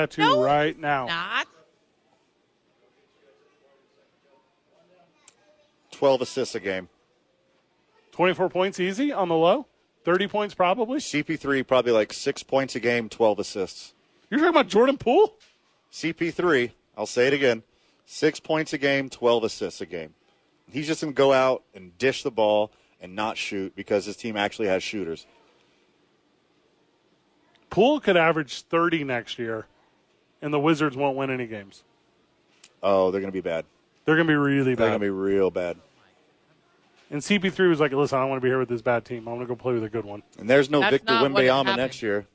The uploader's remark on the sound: live from the YMCA